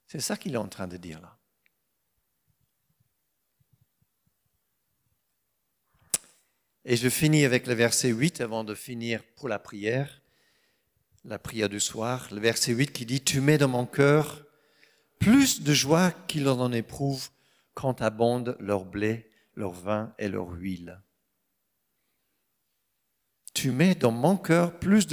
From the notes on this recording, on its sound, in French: Enregistré à l'église CVV, le 31/07/2022